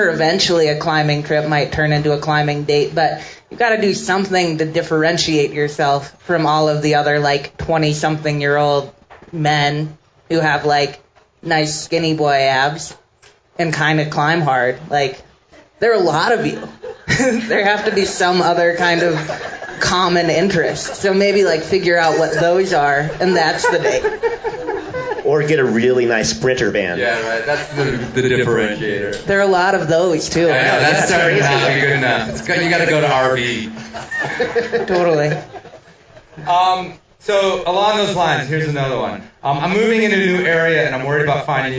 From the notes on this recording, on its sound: Live from Bonfire Coffee 2016. A live listener mail from Bonfire Coffee in downtown Carbondale, CO.